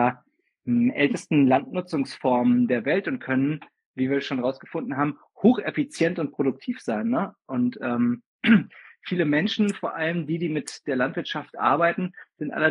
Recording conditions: video call